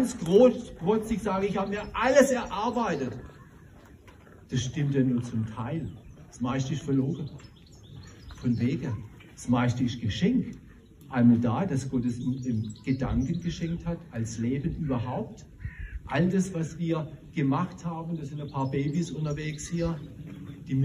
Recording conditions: outdoors